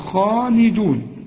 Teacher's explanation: خدنا الخاء قلنا تفخم، وبعد الخاء مرسومة ألف علشان تمد الحرف ده مد طبيعي